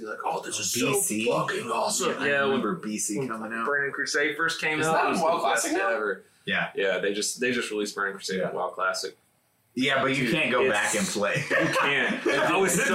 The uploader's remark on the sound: SORRY ABOUT THE AUDIO. YES THE AUDIO IS BROKEN. A WINDOWS UPDATE BROKE OUR AUDIO.